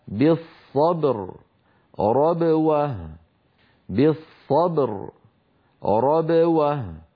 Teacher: عندما ننطق الباء المقلقلة تنقفل الشفتان من غير صوت ثم تبتعدان وقد خرج الصوت بتباعدهما مشبها الباء المتحركة، ولكن دون أن يبتعد الفكان عن بعضهما · ينحبس الصوت خلف الشفتين ثم ينطلق ويهتز الوتران الصوتيان عند نطق الباء المقلقلة